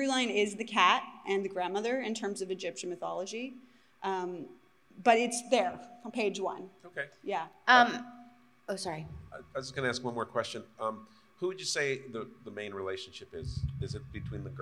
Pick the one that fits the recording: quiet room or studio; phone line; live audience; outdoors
live audience